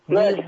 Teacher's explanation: ما تشبع مد بضاء خلي بالك من الراء المشددة ان كلها مرققة